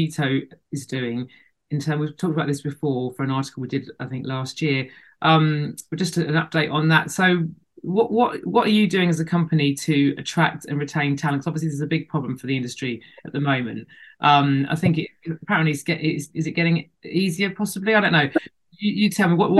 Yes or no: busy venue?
no